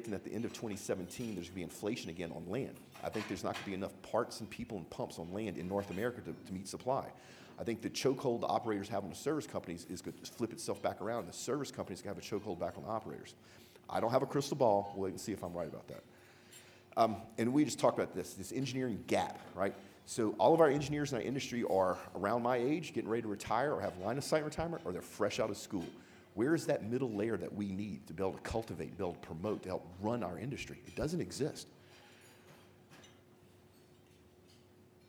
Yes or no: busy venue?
yes